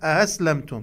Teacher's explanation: البعض يقرأ أأسلمتم يعني الهمزة الثانية تكون همزة مسهلة، وهذا خطأ. أأسلمتم، فإن أسلموا فقد اهتدوا وإن تولوا فإنما عليك البلاغ.